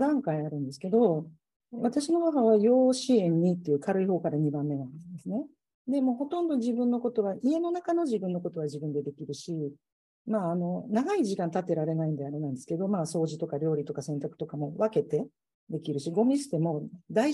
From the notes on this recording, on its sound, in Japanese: 収録場所： オンライン (Zoom)